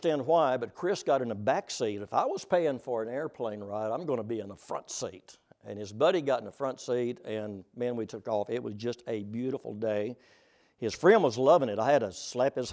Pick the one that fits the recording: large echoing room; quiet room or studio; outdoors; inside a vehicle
large echoing room